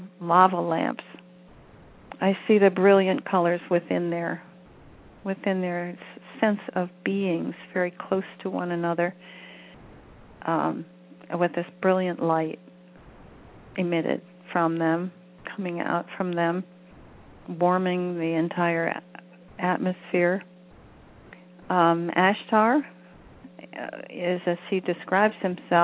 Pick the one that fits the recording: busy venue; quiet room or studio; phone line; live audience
phone line